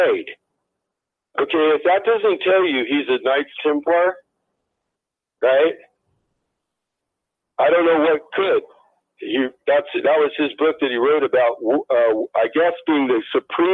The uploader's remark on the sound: on the Phone !